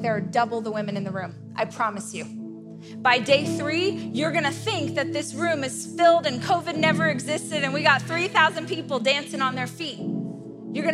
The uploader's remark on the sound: This is a keynote that I gave last year at my Rise conference.